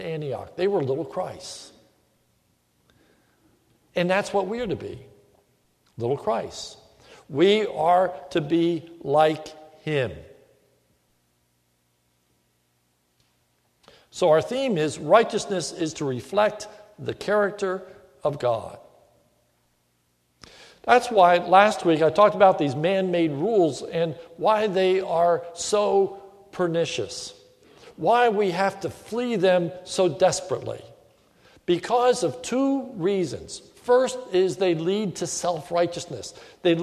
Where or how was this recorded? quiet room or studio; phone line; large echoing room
large echoing room